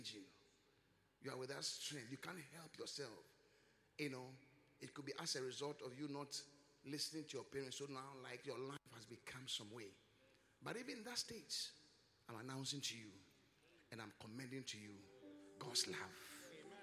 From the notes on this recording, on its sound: Swollen Sunday ( Encounter Service ). Preached at the Qodesh.